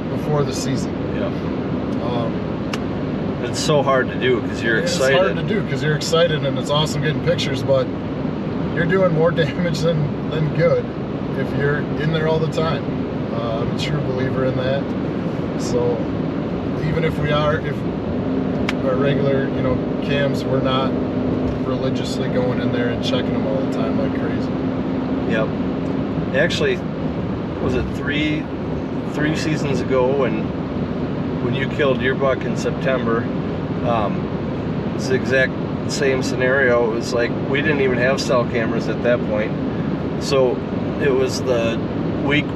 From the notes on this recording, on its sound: Driving home from a week long Canada fishing trip